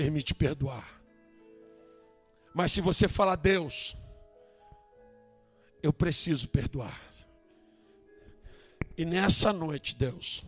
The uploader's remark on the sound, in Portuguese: Ao Vivo na Casa de Louvor